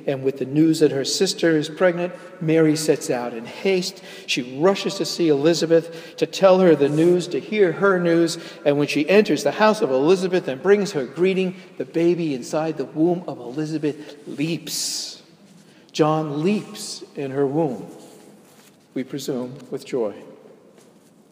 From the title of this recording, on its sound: delivered at Jan Hus Presbyterian Church, NYC